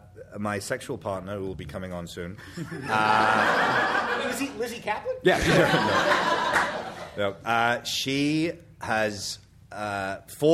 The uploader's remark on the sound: Live at #PCAT16